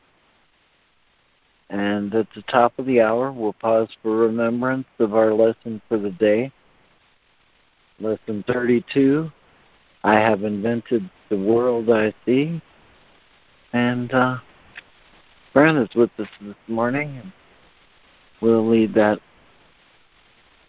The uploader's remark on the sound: ACIM Daily Conference Call